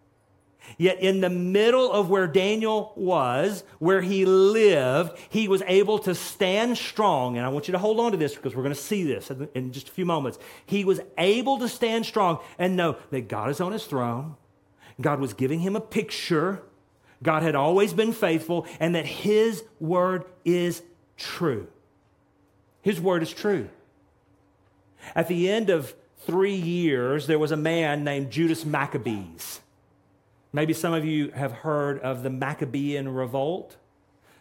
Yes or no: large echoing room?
yes